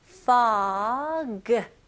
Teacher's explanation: 네, 첫 번째 단어는 fog. 이거는 발음을 F 발음으로 하셔야죠. 그래서 pog라고 하시면 안 되고 입술이 붙으면 안 돼요. fog. 그리고 G 발음을 명확히 잘 해주셔야 되고요.